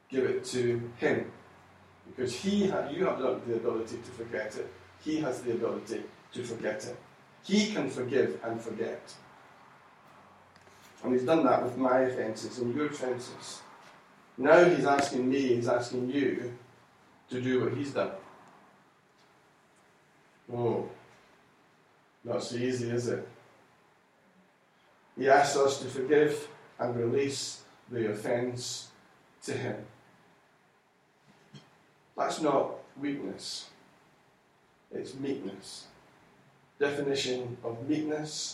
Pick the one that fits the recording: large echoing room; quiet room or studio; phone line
large echoing room